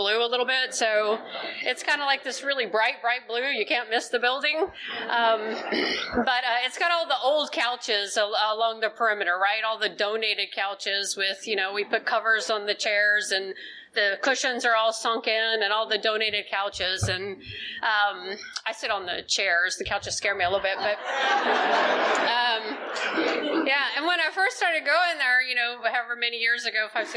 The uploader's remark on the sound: is telling her story at the 44th Annual Oceanfront Conference held in Virginia Beach Virginia in February of 2020